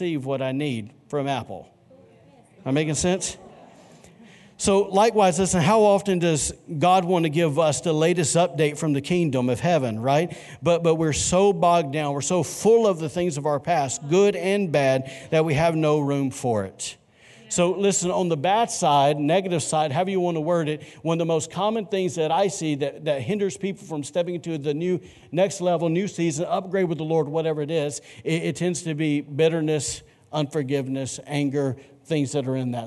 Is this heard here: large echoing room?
yes